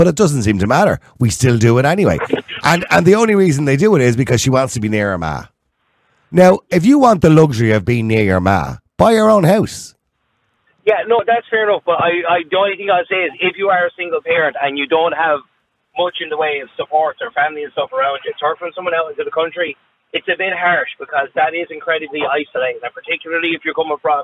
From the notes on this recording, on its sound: opens up the phone lines, inviting listeners to share their perspectives on this pressing matter.